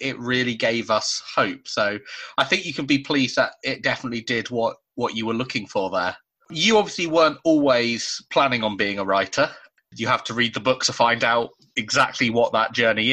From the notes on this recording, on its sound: This episode was recorded over Zoom prior to the most recent UK lockdown.